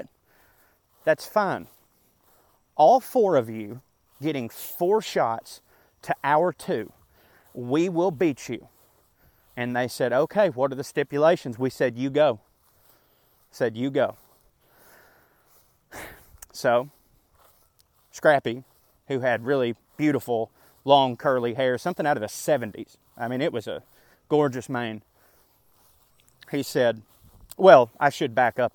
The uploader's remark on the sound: This here is a completely different twist on a “park rant”. I still very much recorded it while walking in the park. What I did, was click record, and talk out the essay exactly as I felt I would have written it.